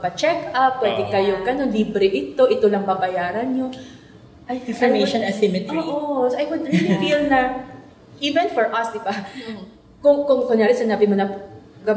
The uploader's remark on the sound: Recorded on 11 March 2019 at the Nipa Brew Taproom, Makati.